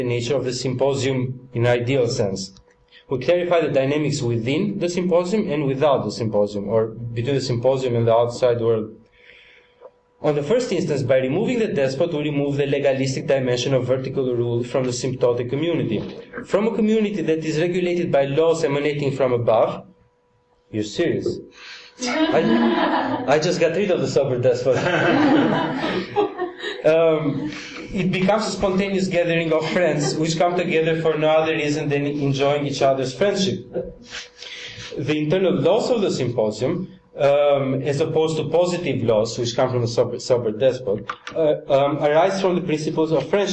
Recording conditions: large echoing room